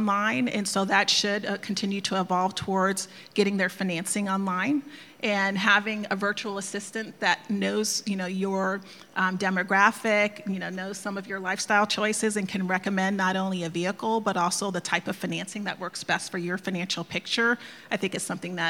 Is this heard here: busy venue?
yes